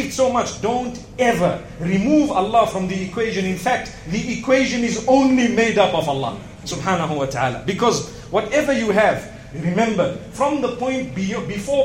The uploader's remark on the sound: Todays Jumu&#8217;ah Lecture from Masjid Al Falaah in Harare, Zimbabwe